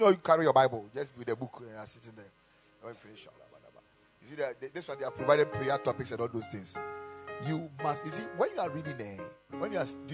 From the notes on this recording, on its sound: Preached at the Ekklesia Chapel.